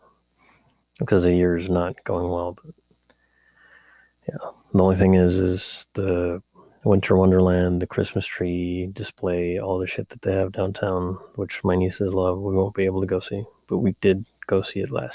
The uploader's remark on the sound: I have to apologize in advance for the mysterious and slight hum in the mic during the episode. The background noise is from the neighborhood.